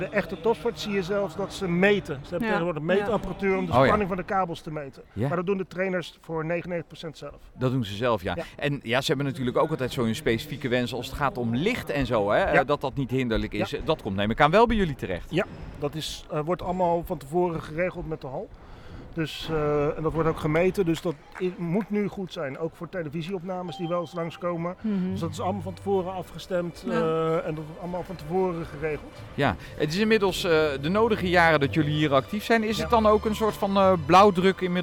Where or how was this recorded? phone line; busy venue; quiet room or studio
busy venue